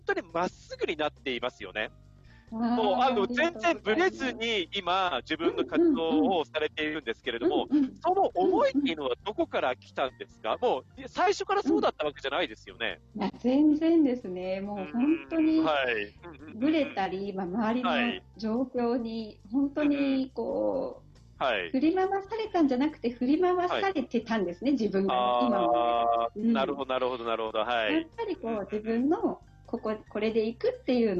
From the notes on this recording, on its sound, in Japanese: カラフル・スペース放送局』は、ZOOMを使っての新しい形のトーク番組。